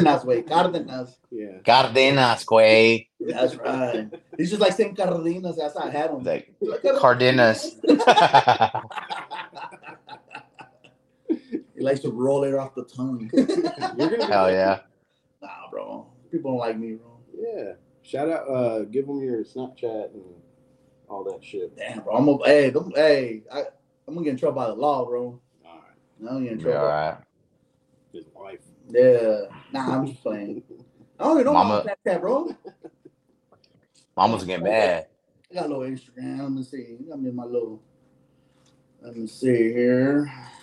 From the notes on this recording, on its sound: This episode was recorded with no mics so please excuse the quality.